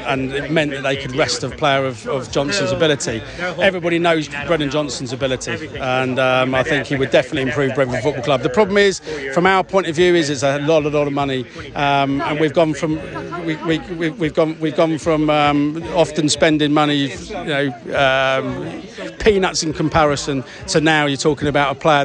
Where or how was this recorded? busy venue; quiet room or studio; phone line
busy venue